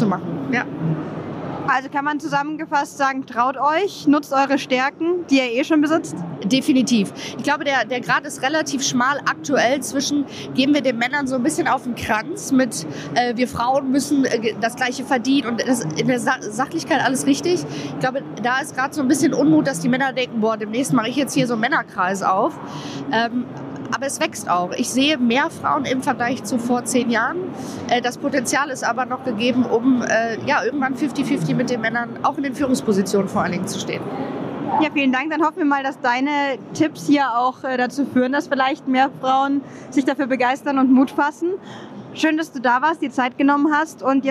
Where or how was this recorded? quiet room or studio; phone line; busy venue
busy venue